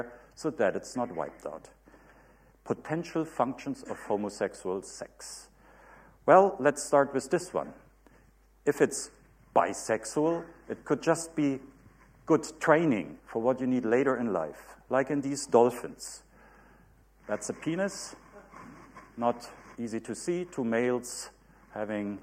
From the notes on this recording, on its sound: UCL Lunch Hour Lecture